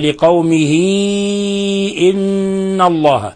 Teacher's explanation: فهنا الهاء صارت ياء يعني حرف مد وجاء بعدها الهمزة · Term: صلة كبرى